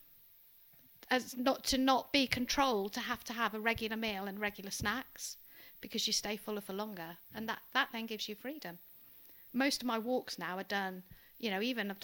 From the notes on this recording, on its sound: apologies for the unbalanced audio!